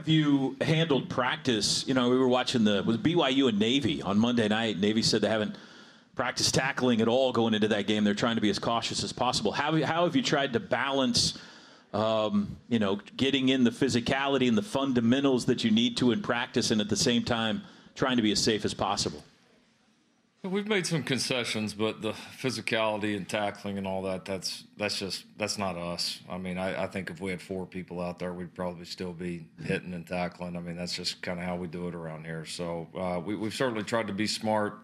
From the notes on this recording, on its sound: LIVE form Rudy's Country Store and BBQ.